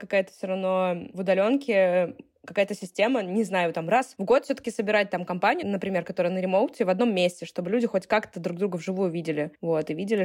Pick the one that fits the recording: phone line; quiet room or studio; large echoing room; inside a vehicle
quiet room or studio